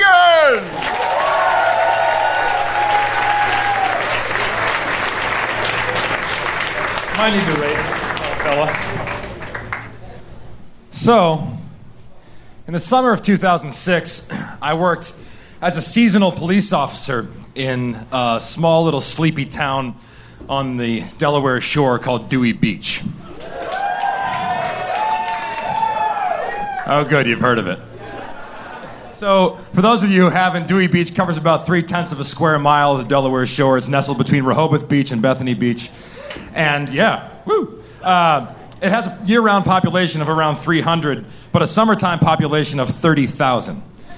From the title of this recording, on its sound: Live From DC 3!